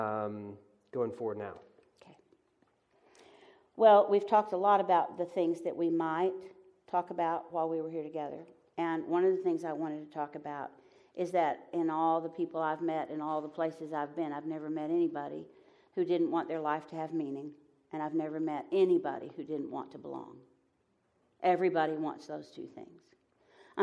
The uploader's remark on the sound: Live from Pepperdine.